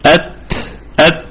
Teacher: بعض الهواء يصاحب الحرف